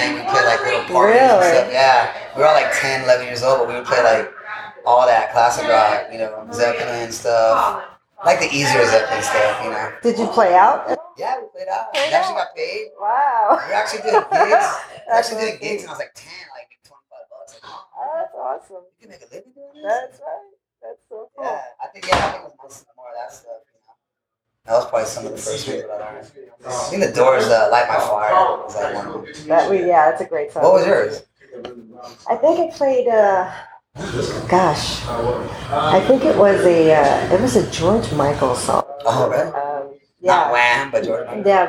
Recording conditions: background noise